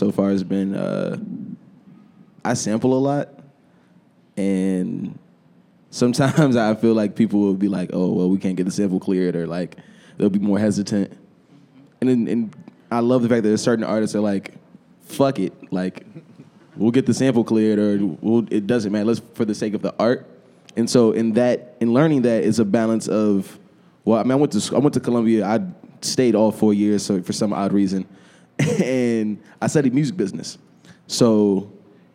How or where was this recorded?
live audience